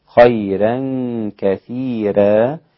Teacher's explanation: رقق الراءات في خيرا وكثيرا الإمام ورش أيضا